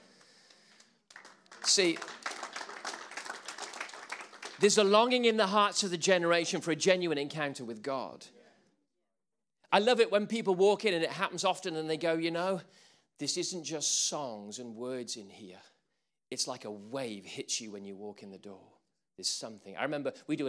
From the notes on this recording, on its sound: Recordings from sessions at the ChristCentral Leadership Weekend 2018